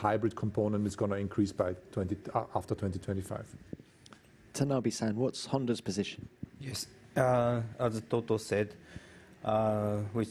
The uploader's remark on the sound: Friday Canada Team Principles Press Conference